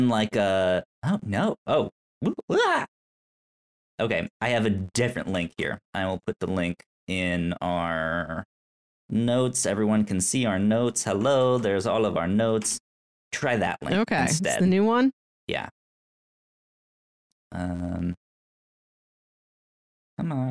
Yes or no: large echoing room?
no